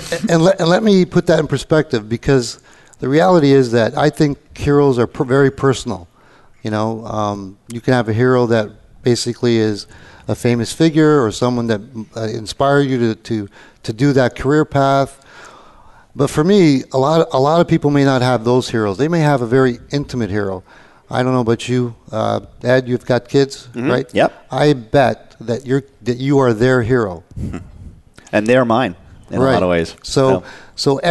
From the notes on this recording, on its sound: Live Broadcast at the The IPBC IGNITE Conference.